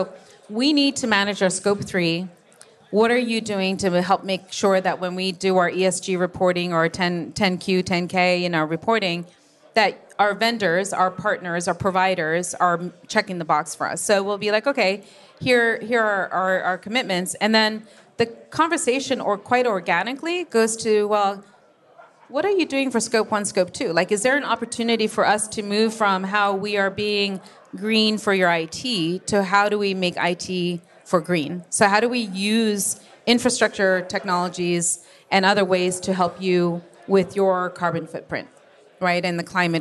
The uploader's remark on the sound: This episode of Over the Edge was recorded live at Edge Computing World.